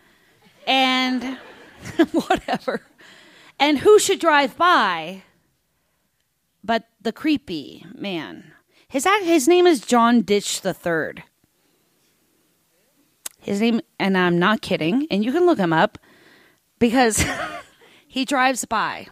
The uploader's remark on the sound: recorded live on 21 October 2015 at Buntport Theater in Denver, Colorado